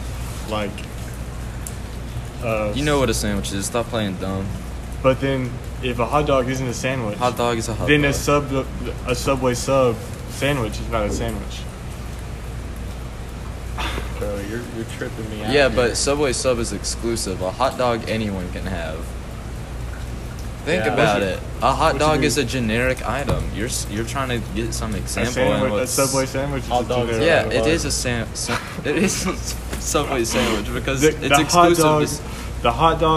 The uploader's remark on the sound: join you from a picnic table outside the cafeteria during a rainstorm.